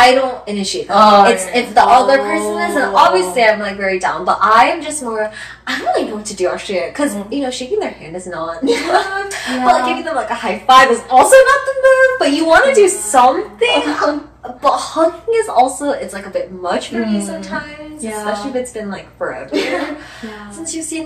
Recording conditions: poor sound quality